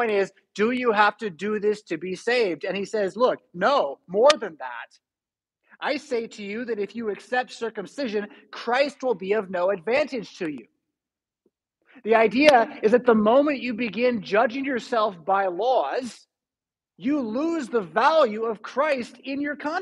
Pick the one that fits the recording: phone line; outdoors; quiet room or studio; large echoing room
large echoing room